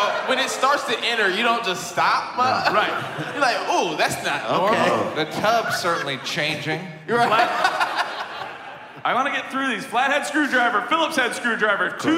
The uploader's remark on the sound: DPT LIVE. This week Dumb People Town goes live.